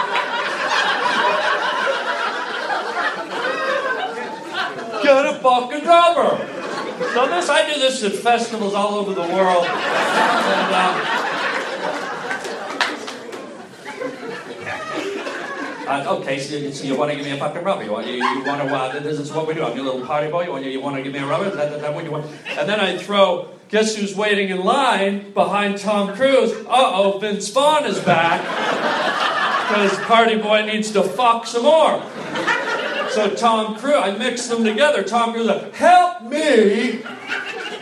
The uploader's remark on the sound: LIVE stand up comedy